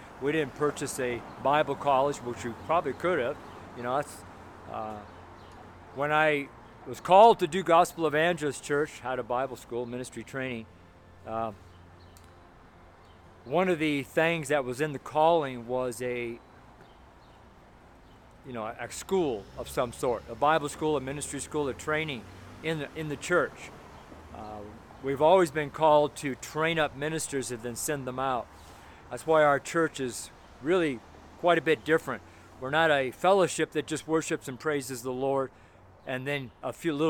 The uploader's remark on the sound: FRIDAY STREET SERMON